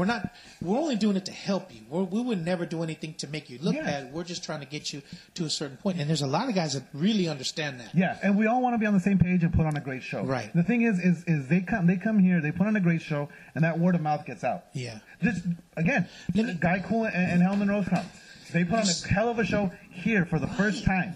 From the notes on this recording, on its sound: Live from MetroFlex 2.0 in Hawaiian Gardens.